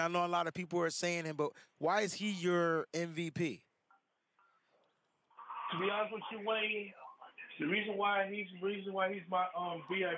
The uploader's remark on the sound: Get ready to get your takes off on the weekly call-in show.